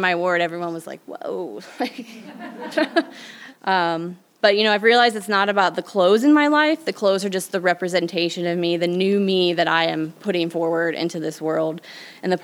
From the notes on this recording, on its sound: Our debut episode was recorded June 2022 at the Tattered Cover Bookstore in Denver.